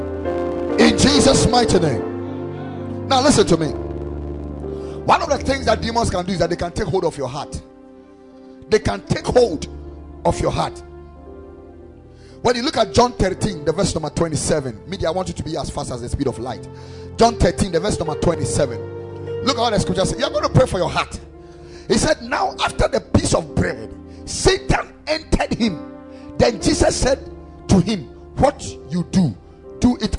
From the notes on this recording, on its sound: Preached at the Ekklesia Chapel